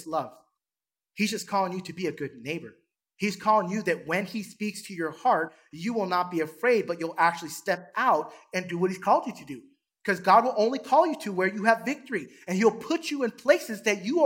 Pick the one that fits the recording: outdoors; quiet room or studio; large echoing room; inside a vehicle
large echoing room